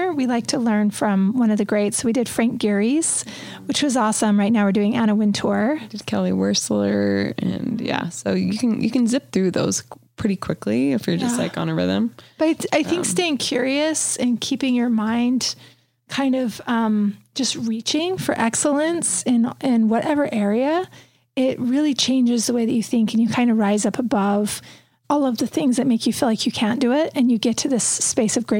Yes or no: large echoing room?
no